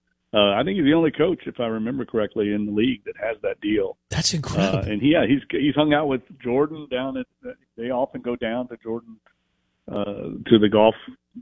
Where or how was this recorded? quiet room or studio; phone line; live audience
phone line